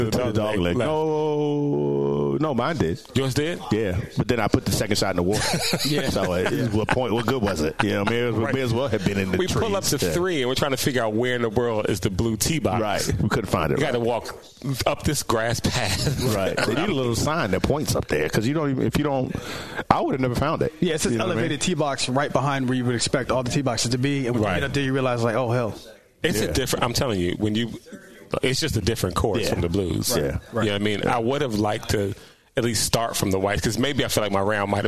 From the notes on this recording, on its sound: Recorded from Glendale Golf Club and shared their thoughts on the course.